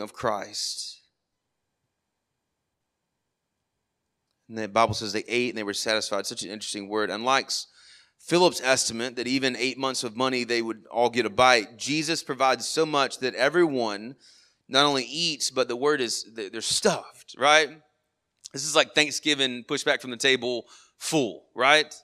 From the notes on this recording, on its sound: Sermon audio from our morning service on 8/6/23